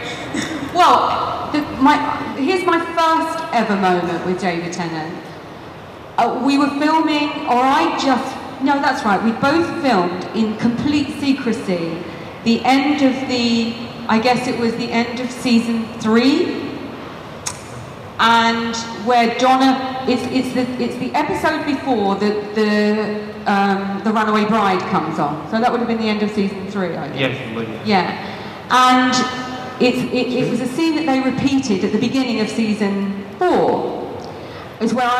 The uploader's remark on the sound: MCM panel. From the MCM expo in London.